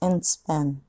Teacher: and の d は do とは弾かないので、事実上消えてると思ってください。